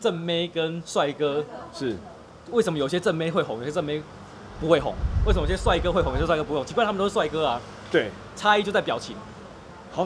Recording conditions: busy venue